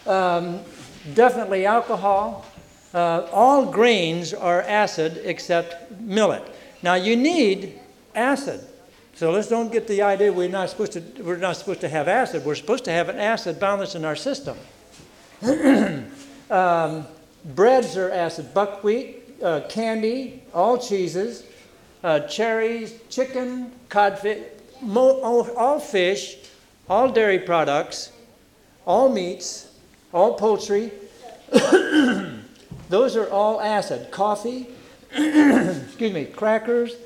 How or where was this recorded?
large echoing room